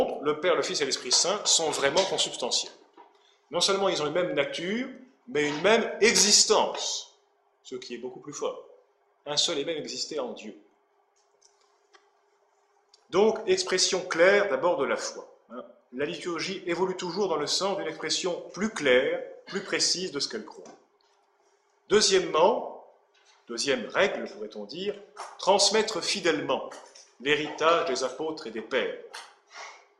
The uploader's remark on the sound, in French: Cette conférence à eu lieu le 24 août 2013 à l'université d'été Academia Christiana.